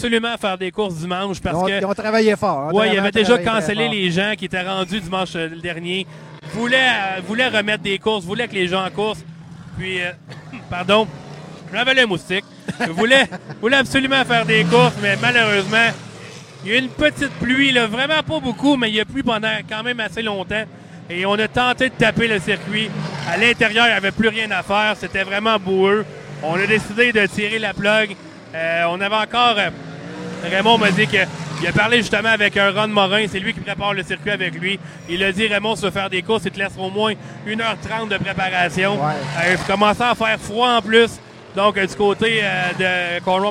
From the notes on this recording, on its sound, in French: Nous sommes en direct du Rpm Speedway pour lancer officiellement le Défi Urbain Chevrolet. Les pilotes invités qui participeront aux courses qualificatives sont en piste pour se familiariser avec les voitures avant la course de samedi soir.